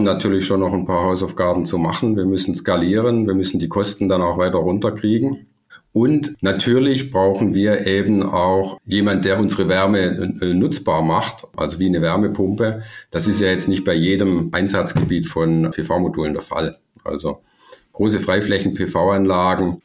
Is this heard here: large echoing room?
no